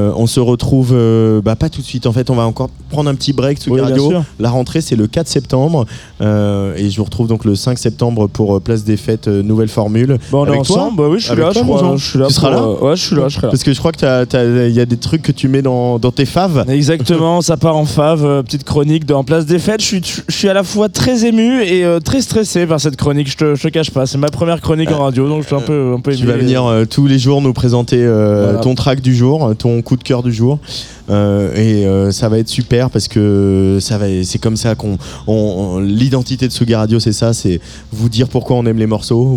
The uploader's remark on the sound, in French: En direct de Rock en Seine